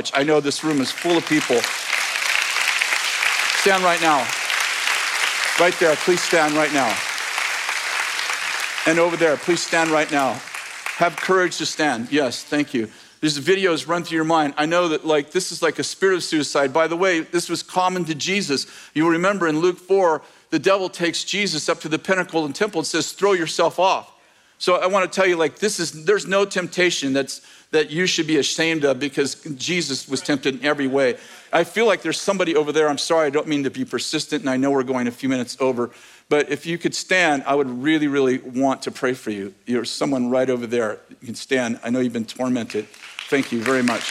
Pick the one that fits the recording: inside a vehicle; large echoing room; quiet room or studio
large echoing room